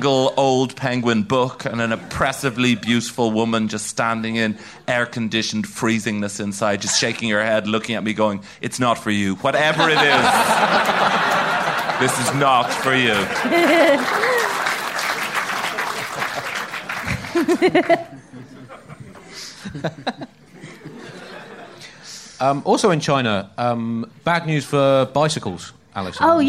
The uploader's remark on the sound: A live show from Batmania.